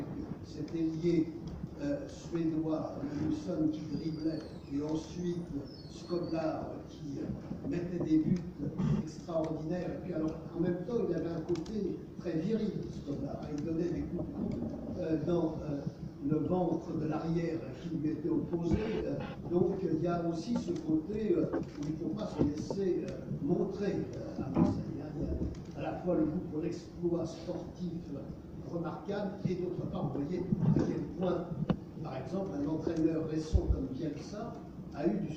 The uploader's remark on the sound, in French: Version audio de la conférence. À Aix-Marseille Université, Campus Schuman en octobre 2018.